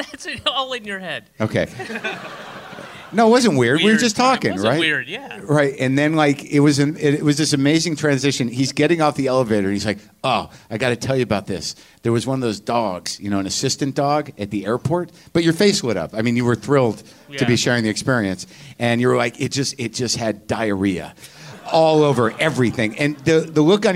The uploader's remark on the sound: It's live WTF from the Vancouver Comedy Festival.